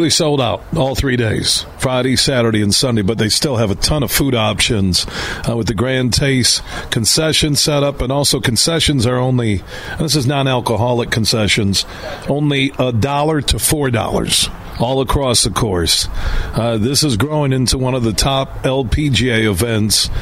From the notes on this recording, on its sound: It's the final day of us broadcasting live from the Blythefield Country Club which is home to the Meijer LPGA Classic for Simply Give.